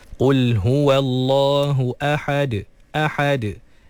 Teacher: Jadi jangan sampai huruf yang berbaris fathah sebelum huruf yang dimatikan ketika waqaf tu melahirkan huruf alif ataupun ya ataupun waw. Jadi ahad, kena pastikan lepas ha fathah terus matikan dalam huruf dal yang telah disukunkan kerana waqaf